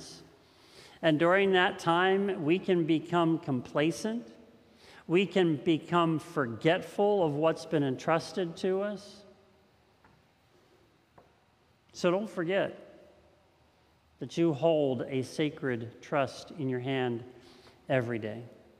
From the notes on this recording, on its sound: This message was first preached on June 20th 2021 at Linglestown Life Church in Harrisburg PA.